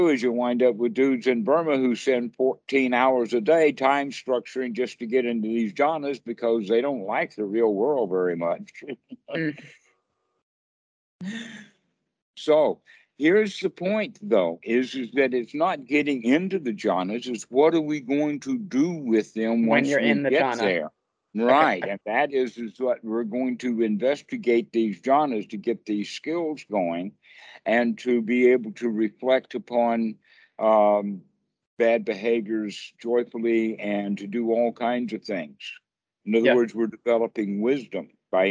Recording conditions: video call